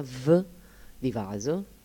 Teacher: Nella V sentiamo vibrare la gola. Questa è la differenza in realtà interna.